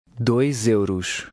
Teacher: The two words run together and the S on the end of dois becomes like a Z.